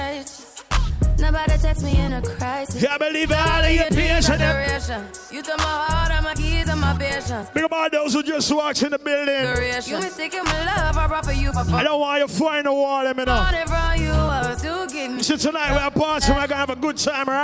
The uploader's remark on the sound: Live recording. Worl Ah Girls (WAG FEST).